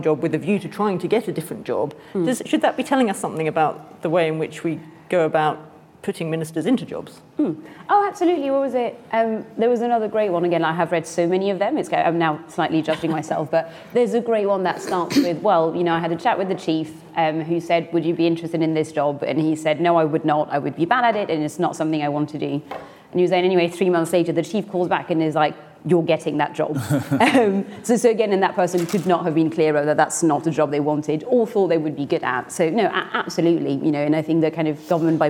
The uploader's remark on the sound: This event was part of the IfG's Ministers Reflect one-day conference.